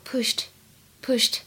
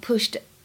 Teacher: 其实这个 ed 并不能够发成 d 的音，而应该发成轻辅音 t。 · Shown in: first take · IPA: [pʊʃt]